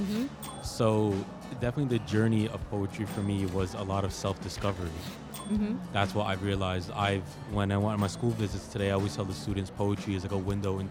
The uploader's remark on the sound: Live from SIBF 2023